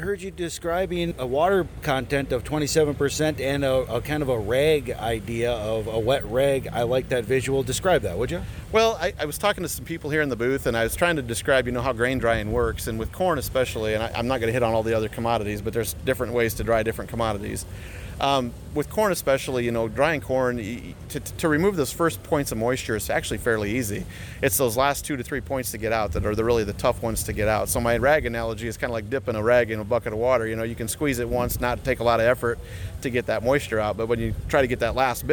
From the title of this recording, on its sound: Conversations from Farm Progress Show 2022